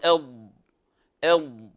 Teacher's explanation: ولاحظوا يستمر جريان الصوت من الأمام إلى الخلف مدة زمنية تتراوح ما بين حركة ونصف إلى حركة وثلاثة أرباع، يبدأ الصوت قويا ثم يتخافت بالتدريج. ولذلك تسمى هذه الصفة كما سنأخذ بعد حلقات، لها صفة الاستطالة.